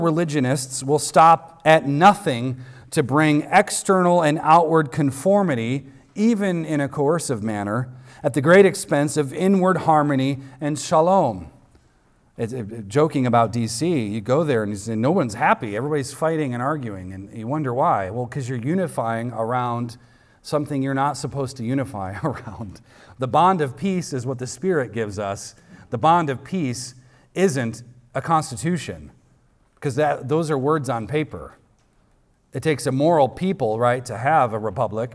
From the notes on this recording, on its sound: recorded on Sunday, April 30th, 2023, at the weekly worship gathering of Cross & Crown Church